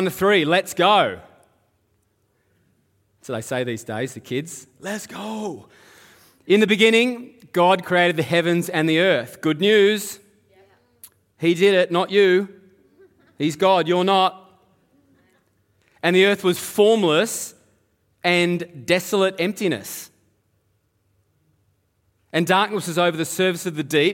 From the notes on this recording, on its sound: Live at Echo Church Melbourne